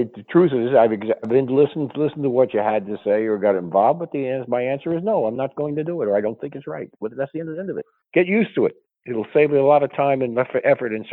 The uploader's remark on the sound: We have a regular phone call